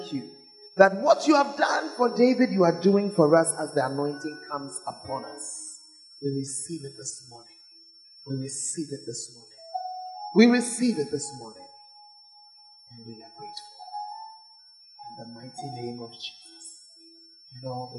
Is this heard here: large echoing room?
yes